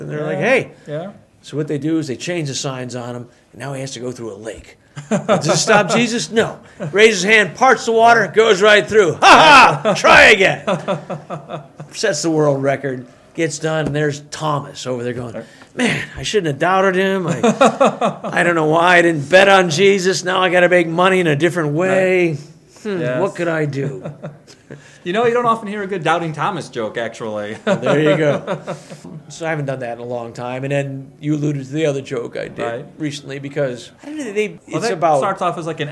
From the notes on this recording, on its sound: Performing at the Historic Holly Hotel in Holly, Michigan. During this meal break in the green room, I set up some mics. There is some crowd noise in the background, as the crowd for the second show began showing up. It gives this conversation a little more of that green room feel.